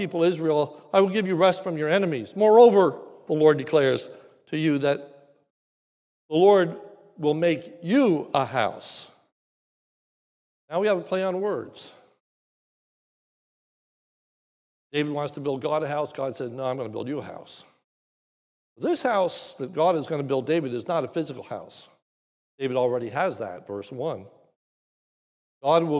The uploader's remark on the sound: This is a sermon recorded live at the Lebanon Bible Fellowship in Lebanon, PA on 8/22/2021 during the morning service